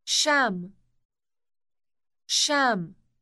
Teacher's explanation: Note the elongated initial sh sound.